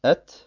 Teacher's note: Deswegen ist die Qalqala nicht mehr notwendig. Man sagt also nicht Ette, sondern man sagt Et und dabei lässt man schon dem Luftstrom seinen freien Lauf.